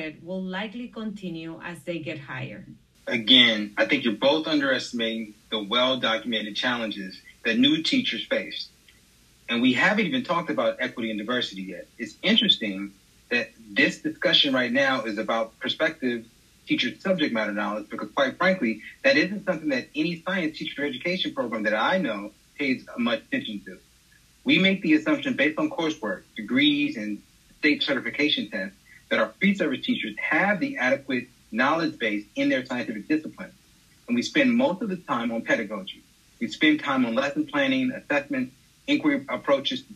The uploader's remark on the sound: joining me over Zoom for an evening to record this episode